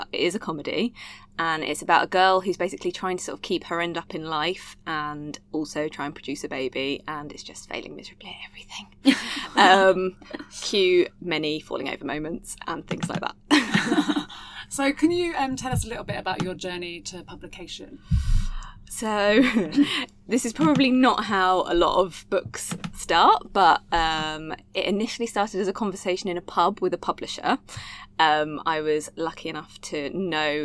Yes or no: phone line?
no